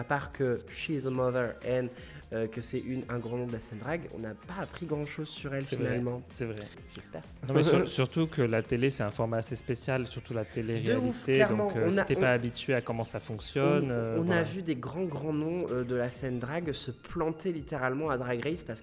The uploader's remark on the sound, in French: en direct du Gaymer Festival